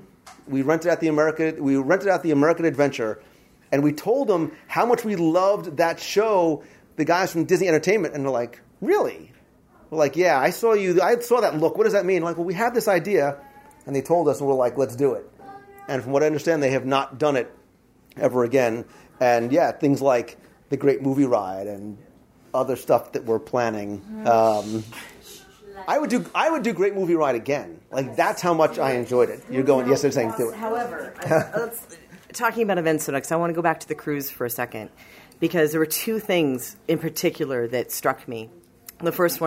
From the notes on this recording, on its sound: 7th Anniversary Celebration LIve Recording. A live recording taken during last week's event.